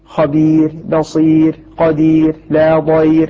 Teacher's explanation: أي أن الراء إذا وقفنا عليها فسكنت وكان قبلها غير الفتح والضم ترقق بعد الكسر